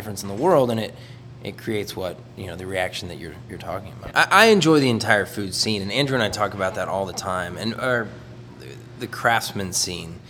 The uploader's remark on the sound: It was recorded at their restaurant at 10am in the morning. They were the gracious hosts offering coffee, good strong coffee I might add.